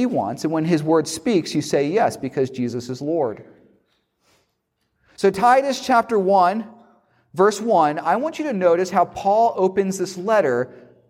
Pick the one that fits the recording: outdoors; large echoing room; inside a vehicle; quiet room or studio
large echoing room